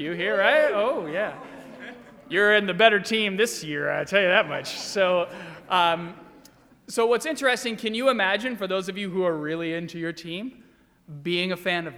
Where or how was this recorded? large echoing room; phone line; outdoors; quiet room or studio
large echoing room